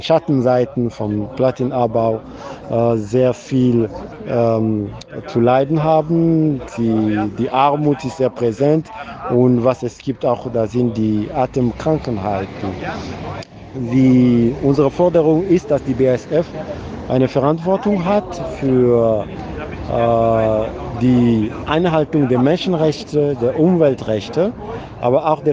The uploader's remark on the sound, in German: Kundgebung bei BASF. Er ist vor Ort auf der Kundgebung, während der südnordfunk von Freiburg aus per Sprachnachricht Fragen stellt.